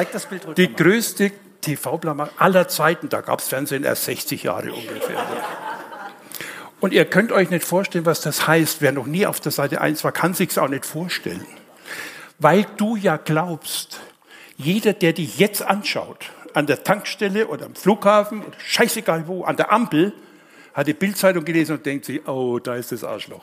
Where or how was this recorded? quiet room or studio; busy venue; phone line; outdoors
busy venue